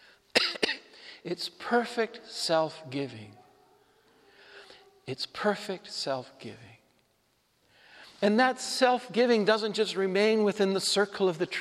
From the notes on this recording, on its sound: Homily delivered at Saint Joseph Church, Spokane, WA, June 12, 2022